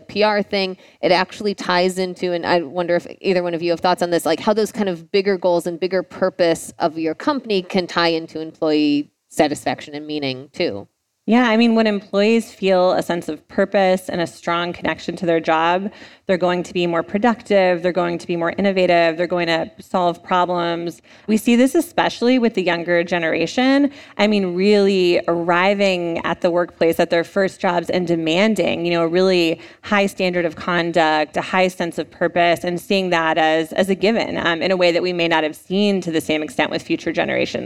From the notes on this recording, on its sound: Today’s episode was recorded live at the Fast Company Innovation Festival last week in New York City.